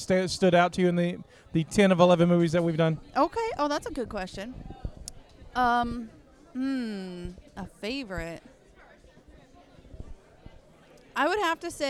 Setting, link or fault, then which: setting, busy venue